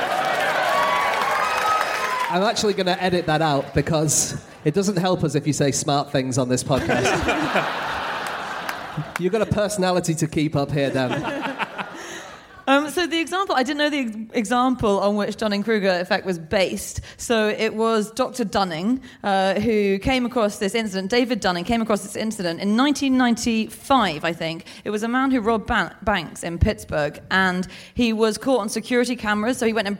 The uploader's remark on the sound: Live from Melbourne